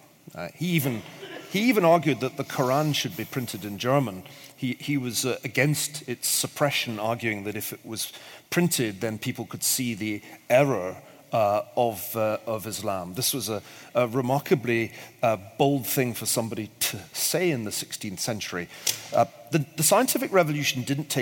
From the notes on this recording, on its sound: The audio of this live Intelligence Squared event was recorded in London in 2017.